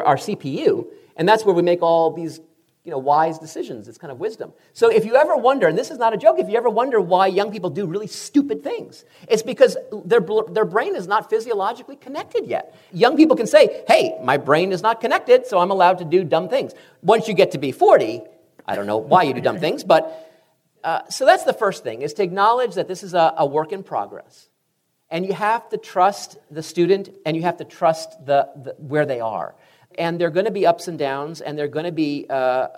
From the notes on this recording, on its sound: "Higher Ed" recently took the show on the road and taped a few podcast episodes in front of an audience at Southwestern University in Georgetown, Texas.